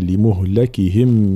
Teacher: يقرأها الإمام حفص بفتح الميم وبكسر اللام لمهلكهم هكذا فالانتباه لاختلافي الروايات.